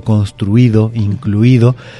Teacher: la I es la vocal que suena más fuerte dentro de la palabra, uh-huh, y muchas veces creemos que por tal razón hay que acentuarla.